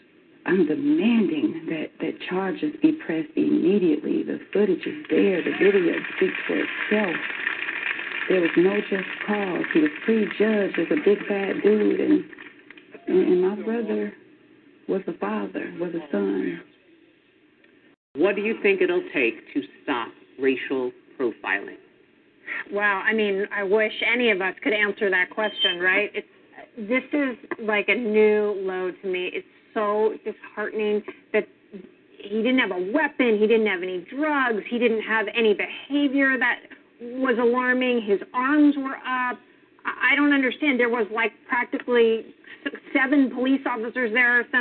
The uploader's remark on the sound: your phone calls